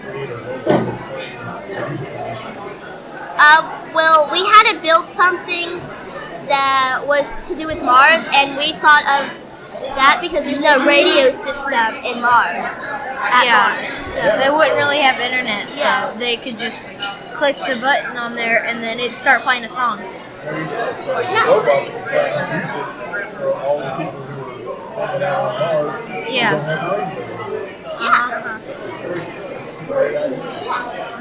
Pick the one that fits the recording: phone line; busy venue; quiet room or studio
busy venue